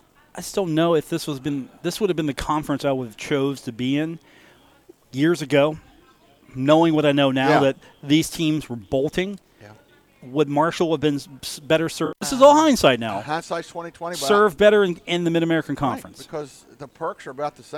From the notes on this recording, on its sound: Live from the Union Pub and Grill